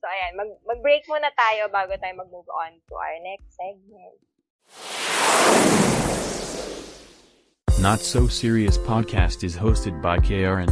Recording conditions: poor sound quality